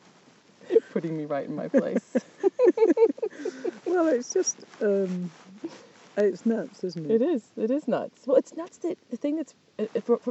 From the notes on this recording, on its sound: This week's episode was recorded in a stunning pasture